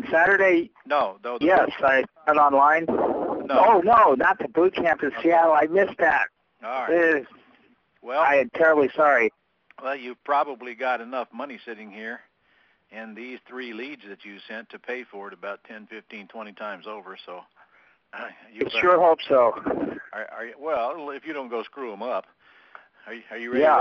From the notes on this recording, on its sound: Q&A Call